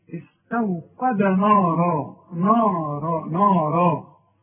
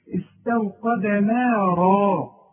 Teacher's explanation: النون والمد بتاعها اللي هو الالف مرققه · Shown in: second take